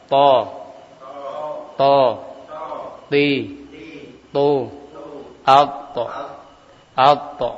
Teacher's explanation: To termasuk huruf ujung lidah dan pangkal gigi seri atas